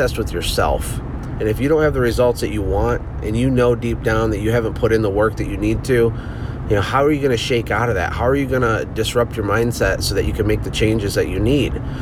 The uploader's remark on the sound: I’m sitting in my car driving to my son’s field day!